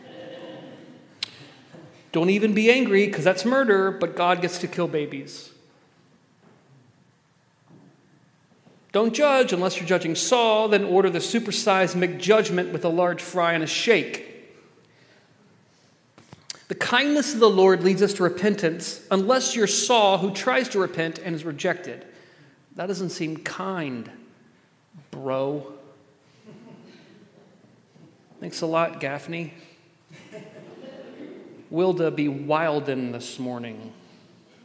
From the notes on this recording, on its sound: at The Table worship gathering on Sunday, August 6th.